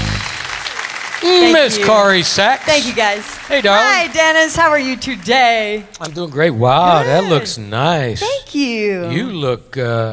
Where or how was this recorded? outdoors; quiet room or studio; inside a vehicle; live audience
live audience